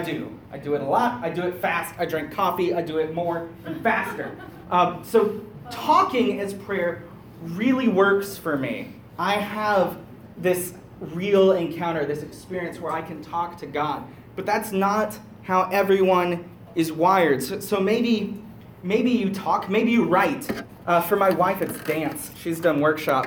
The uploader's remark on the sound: Talk 3/3 from "Get To Work" youth conference in Laguna Beach, Fl - 2017